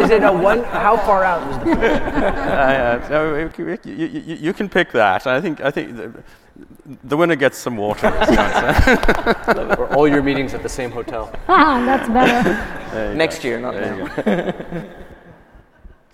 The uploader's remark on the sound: We feature a panel discussion from the AWS for Software Companies Executive Forum at re:Invent.